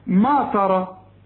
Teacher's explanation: علشان الراء بتاعت ما ترى دي مفخمة، كل راء مفتوحة مفخمة